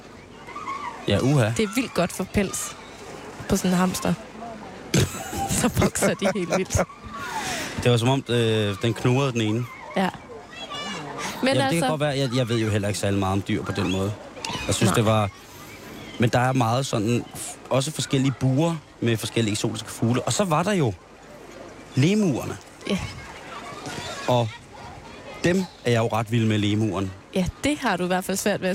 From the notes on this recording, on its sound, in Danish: Der sendes live fra Joboland på Bornholm.